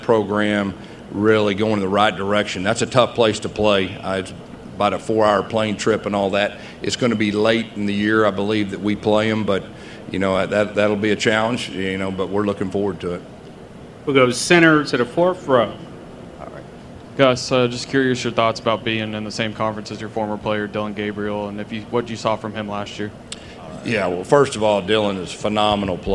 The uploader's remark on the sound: press conference at Big 12 Football Media Days